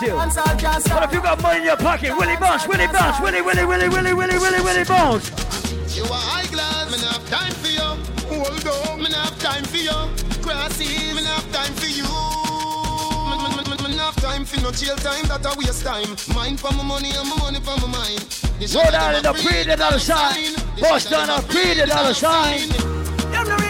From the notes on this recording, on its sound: LIVE AT ISLAND SATURDAYS ON FEB 24. LIVE AUDIO.